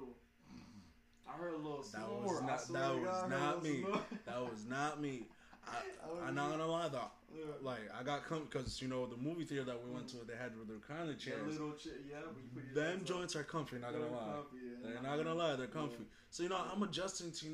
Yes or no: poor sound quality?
yes